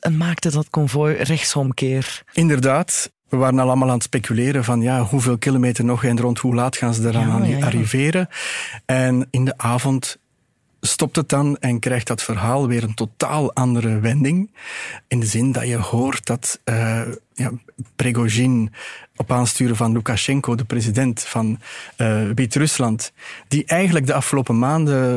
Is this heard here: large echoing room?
no